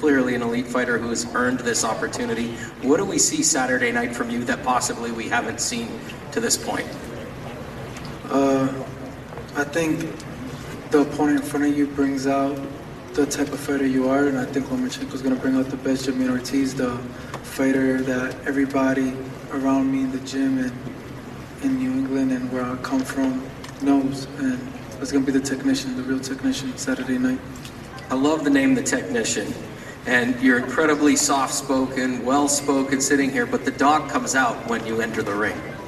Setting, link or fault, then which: setting, busy venue